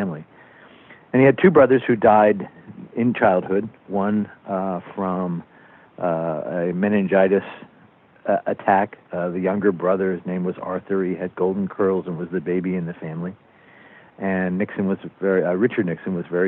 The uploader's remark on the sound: Smithsonian Associates Interview Series. Via internet phone.